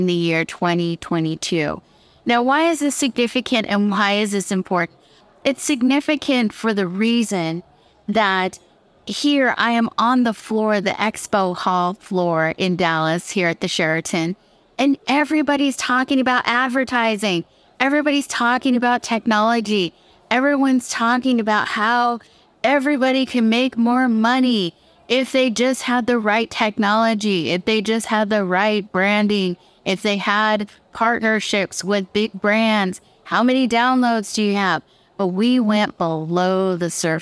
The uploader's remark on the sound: This show is part of a recording from the Dallas Podcast Movement Conference, August 2022.